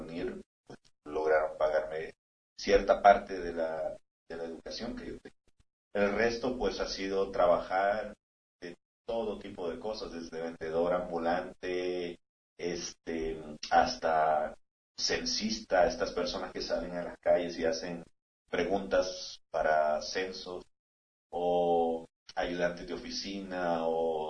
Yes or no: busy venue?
no